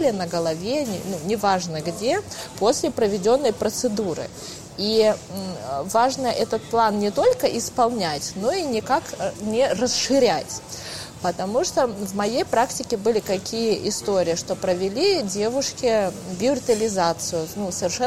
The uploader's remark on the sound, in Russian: Это был первый выпуск, записанный нами после пандемии. Поэтому в целях экономии времени записывали этот подкаст в кафе.